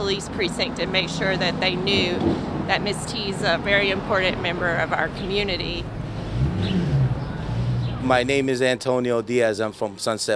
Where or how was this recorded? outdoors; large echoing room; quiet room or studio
outdoors